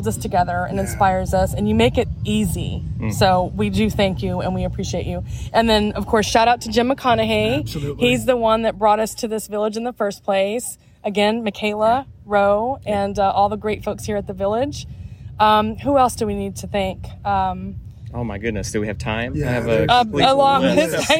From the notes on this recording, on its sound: during the WCI-Give Kids the World Village Volunteer Service Day ahead of the WCI Conference in Orlando, Florida.